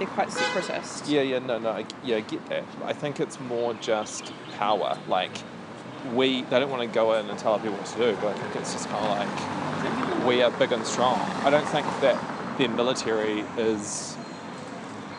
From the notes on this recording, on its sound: Part 1 of the weekend trip to Chengdu China. Hear the sights and sounds of Chengdu China.